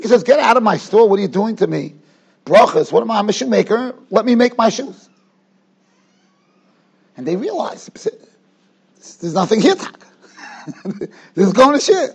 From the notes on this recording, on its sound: Shiur recorded in Yeshivas Ohr Reuven, Monsey, NY.